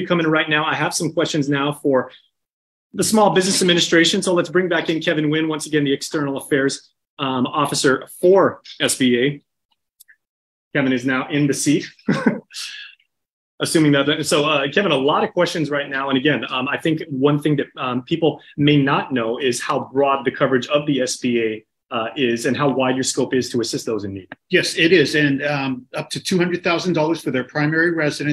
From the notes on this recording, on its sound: Disaster Recovery Virtual Workshop.